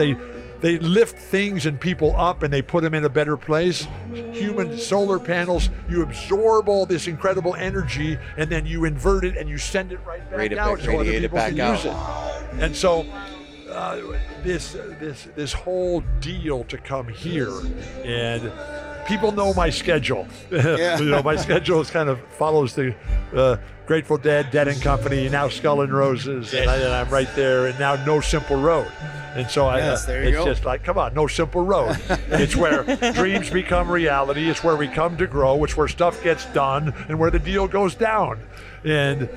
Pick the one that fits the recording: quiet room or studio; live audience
live audience